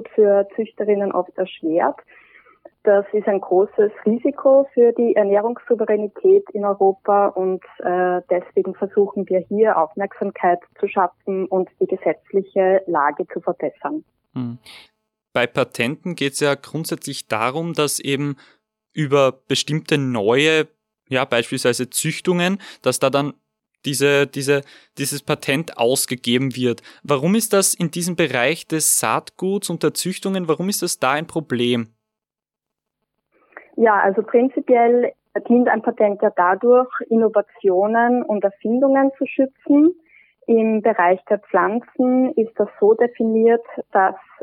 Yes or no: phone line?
yes